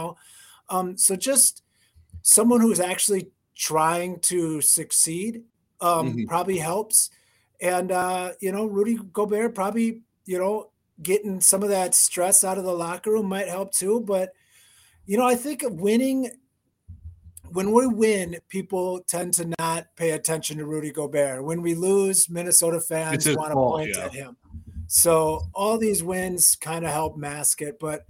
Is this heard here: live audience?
no